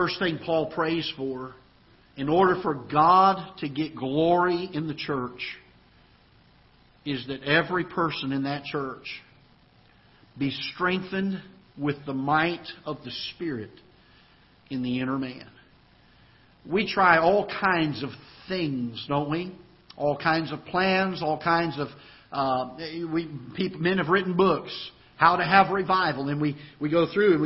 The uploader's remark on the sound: Ketha Heights Baptist Church ~ Live Broadcast